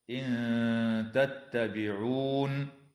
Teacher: إخفاء حقيقي للنون الساكنة عند التاء مع الغنة مرققة